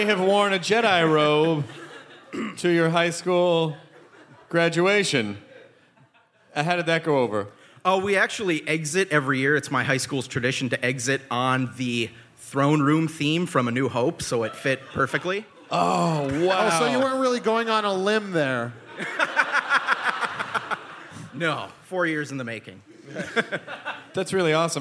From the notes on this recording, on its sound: It's the Nerdist live from the Twin Cities!